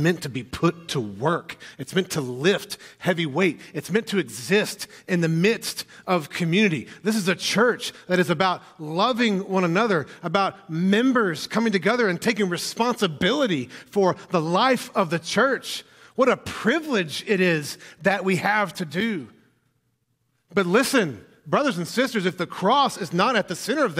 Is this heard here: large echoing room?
yes